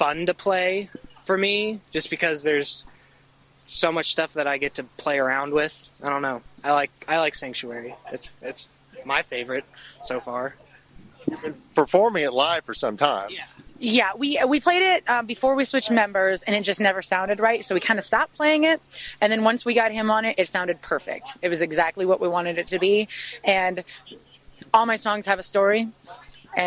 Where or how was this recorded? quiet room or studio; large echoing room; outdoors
outdoors